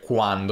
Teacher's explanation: quando avevamo il suono k, come quando, seguito dalla semiconsonante w